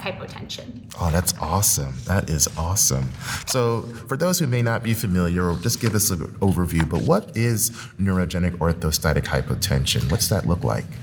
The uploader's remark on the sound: interviews LIVE at the 2022 Annual Meeting